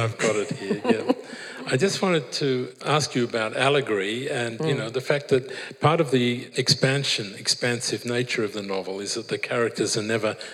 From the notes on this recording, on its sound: This episode features a live event recording